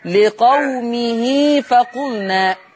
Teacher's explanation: يوجد بعد الهاء ياء صغيرة تمد حركتين مدها حركتين